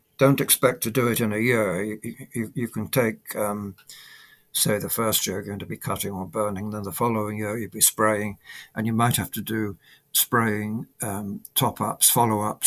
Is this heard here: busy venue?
no